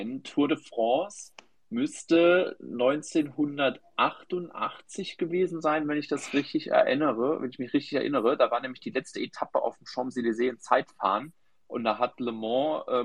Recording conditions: video call